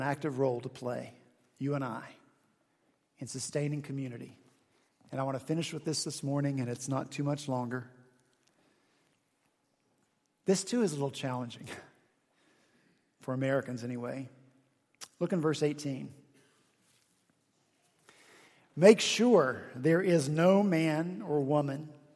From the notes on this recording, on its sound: at Redeemer Presbyterian Church in Charleston, SC